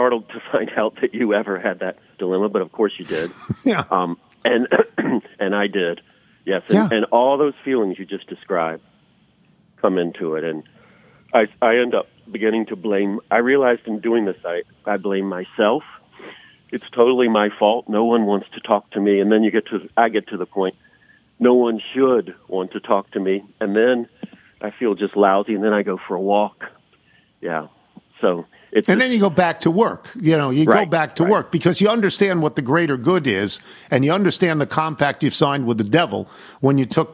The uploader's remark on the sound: Calls. Phones.